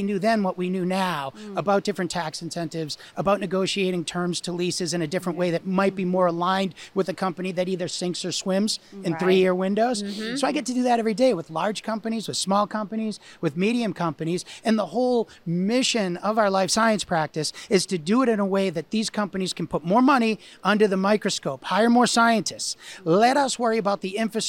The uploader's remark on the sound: Recorded at SCBIO’s 2024 annual meeting